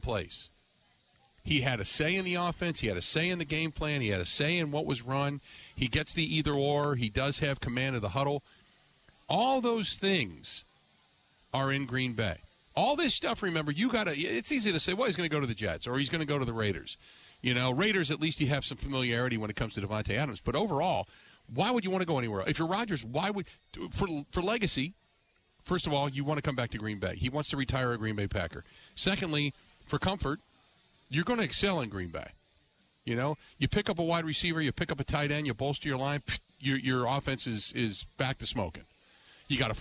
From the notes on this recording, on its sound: live from the New Berlin Ale House